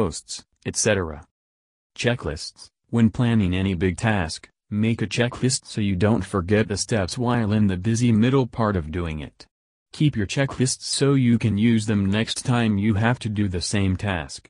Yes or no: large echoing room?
no